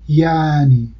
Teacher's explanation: این صدای چاکنایی تلفظ نمیشه و به جاش مصوتش طولانی تر میشه